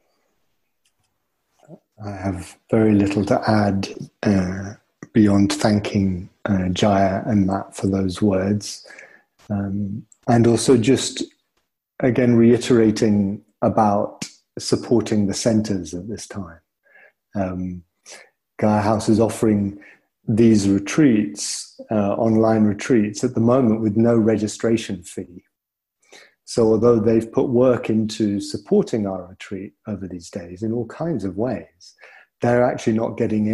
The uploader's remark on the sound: (Gaia House) Recording from the online retreat.